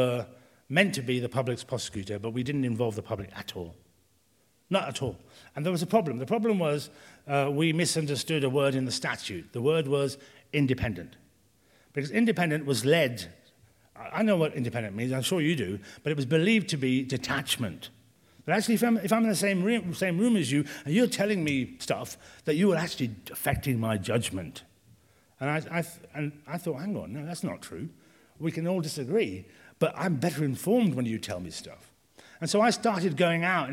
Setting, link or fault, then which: setting, large echoing room